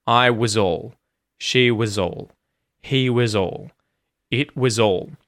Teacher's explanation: And we often use the schwa sound for in was, right? Instead of the ah sound, it becomes that vowel sound, the schwa.